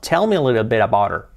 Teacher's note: y la H prácticamente saltamos